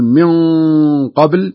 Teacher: فخمتها لأن حرف الاستعلاء حرف القاف بعد الغنة